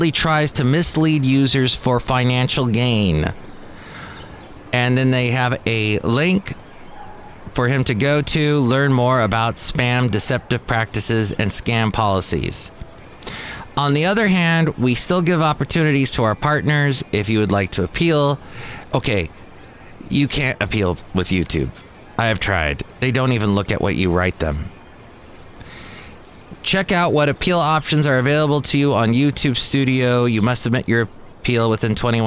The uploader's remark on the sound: podcasts live from Café Anyway